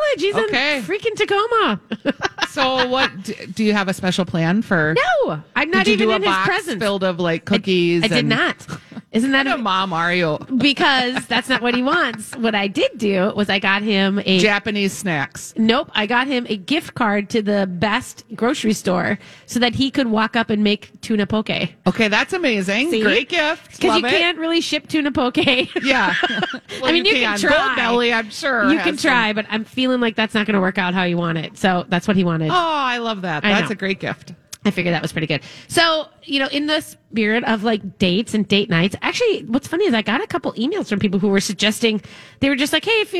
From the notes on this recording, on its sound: Live at Max's Fine Artisan Jewelry for a Valentine's Day special!